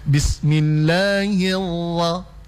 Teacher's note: kalau ro bertasydid dihilangkan getarannya